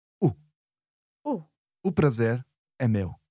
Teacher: we're starting the sentence with the letter O, but it's going to sound like a U. Very quick U.